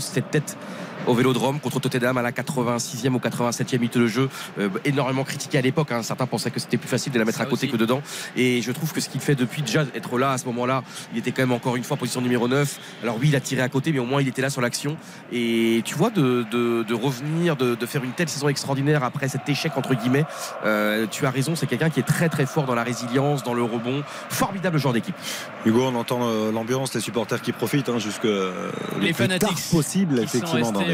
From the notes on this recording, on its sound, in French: en direct du stade Vélodrome